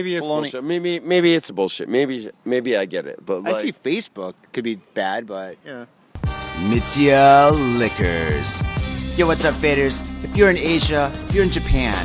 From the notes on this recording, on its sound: Studio, we don't need no stinkin' studio, we got the South Side Park to roll in! Grab a mic, 6pack and the park.